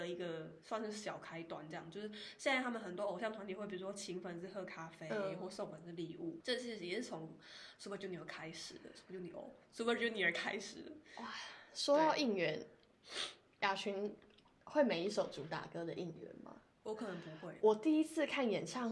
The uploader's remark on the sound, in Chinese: 音量注意，音質注意。